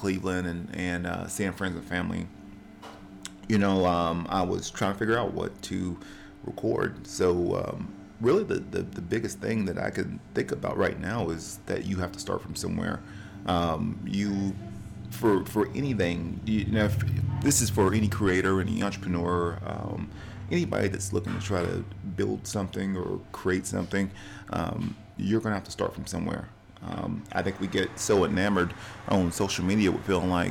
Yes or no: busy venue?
yes